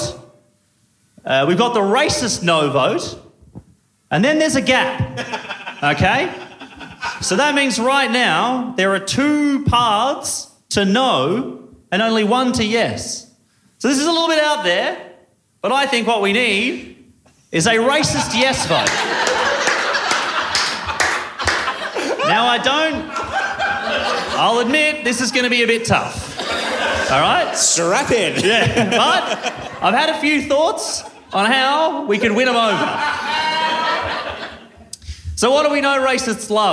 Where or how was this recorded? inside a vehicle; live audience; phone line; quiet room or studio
live audience